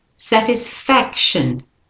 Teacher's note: And the fac and the sat are the stronger ones. So the tis and the shin are the weaker syllables.